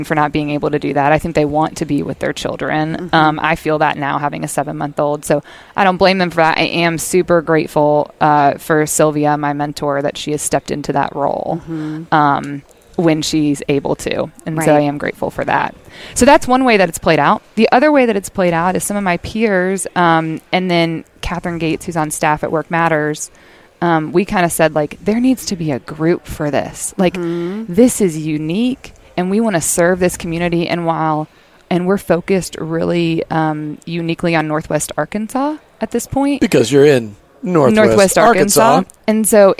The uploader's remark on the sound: LIVE from Rogers, Arkansas at this year’s Workmatters Conference